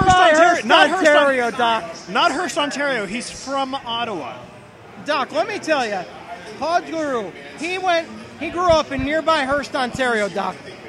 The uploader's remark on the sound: Live(ish) from the 2022 Draft Party